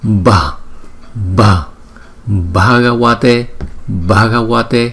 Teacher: chữ B, H thì chúng ta đọc như chữ B nhưng mà chúng ta đưa nhiều hơi từ trong miệng chúng ta ra